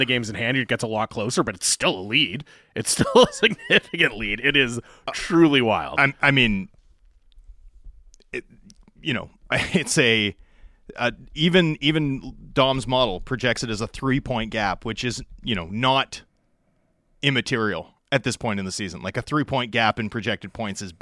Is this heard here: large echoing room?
no